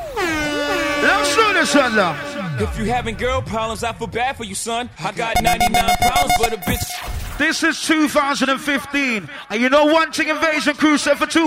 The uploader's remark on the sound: LIVE At Skys The Limit (03 January 2015)